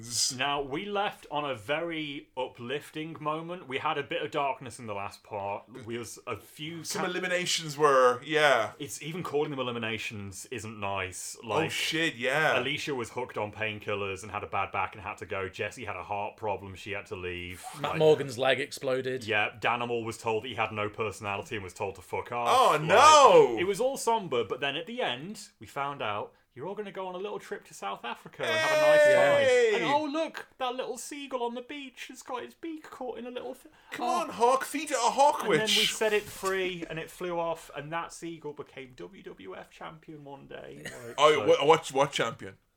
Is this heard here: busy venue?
no